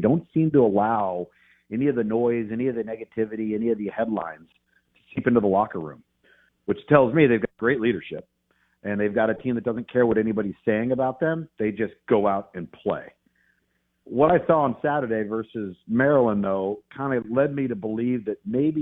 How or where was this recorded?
phone line